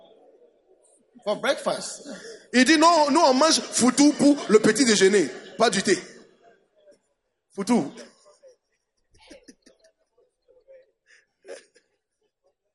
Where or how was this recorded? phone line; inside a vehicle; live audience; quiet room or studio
live audience